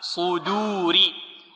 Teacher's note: الصاد مفخمة، والدال مرققة